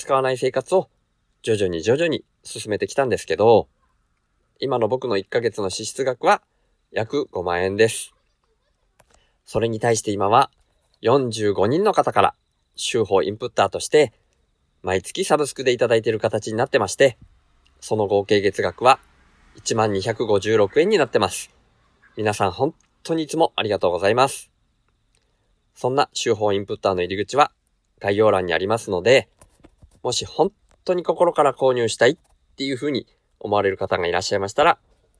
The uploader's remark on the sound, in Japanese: 車で下道だけで大阪行き初日～休憩中の車中で収録～。車を停めて休憩している時に収録しました。